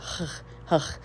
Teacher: It's a guttural sound, and so it's almost like a K